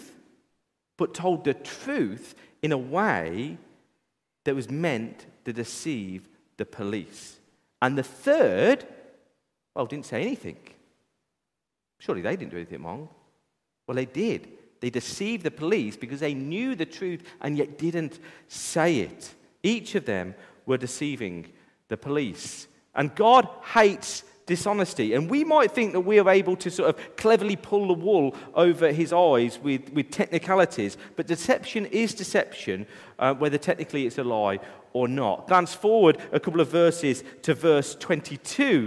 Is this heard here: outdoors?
no